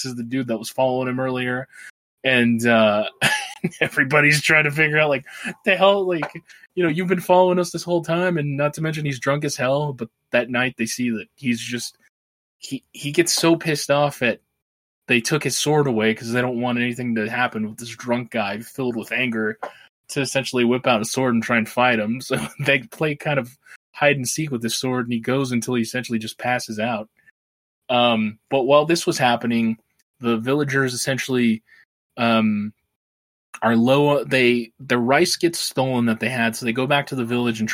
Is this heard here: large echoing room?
no